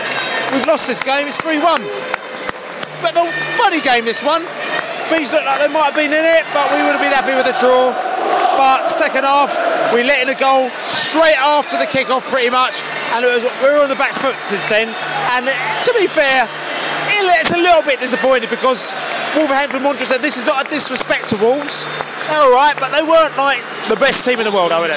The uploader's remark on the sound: post-match poscast from the pub